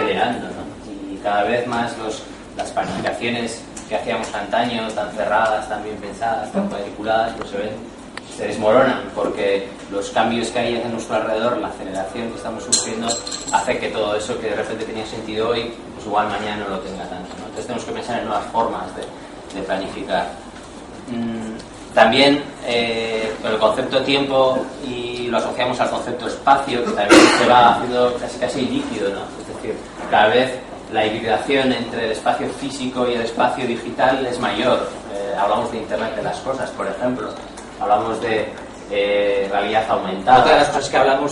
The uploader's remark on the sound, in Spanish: al comienzo de la jornada de Economía Abierta realizada en Eutokia ha sido grabada en video